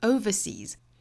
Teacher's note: 作为形容词的时候呢，它的重音就会落在第一个音节